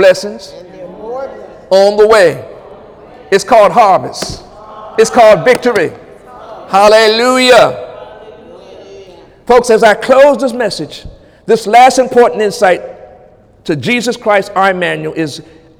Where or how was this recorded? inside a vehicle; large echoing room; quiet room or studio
large echoing room